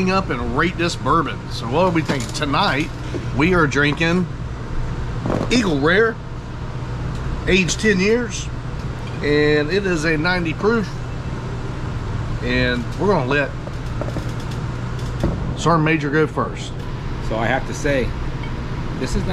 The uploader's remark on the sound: In this episode we are on location at the Daytona International Speedway for the Coke Zero Sugar 400.